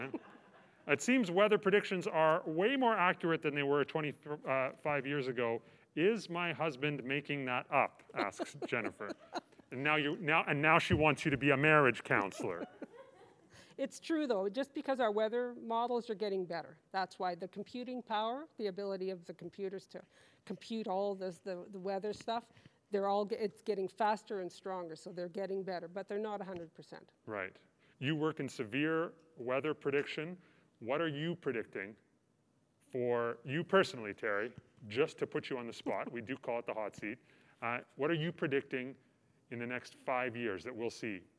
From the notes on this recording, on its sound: The Last Sunday happens live every last Sunday of every month from October to May at the Broadway Theatre in Saskatoon, SK on Treaty 6 Land and the Homeland of the Metis. This year we are also streaming the event live for people to watch from the comfort of their own homes. This podcast is a recording of those evenings.